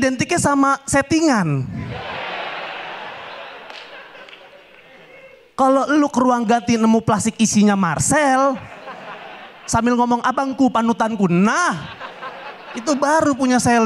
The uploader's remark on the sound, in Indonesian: berhasil memecahkan tawa penonton